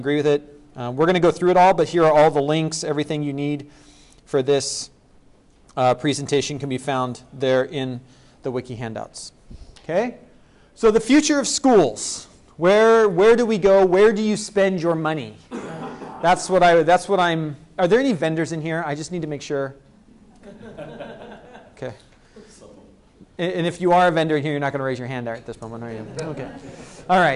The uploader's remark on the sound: was given at the ECIS Admin conference in April 2009.